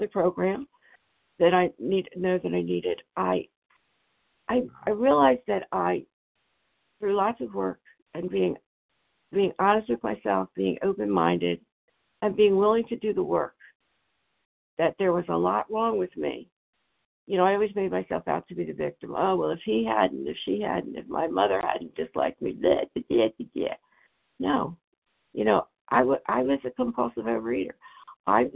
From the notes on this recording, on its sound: 100 Pounders Phone Meeting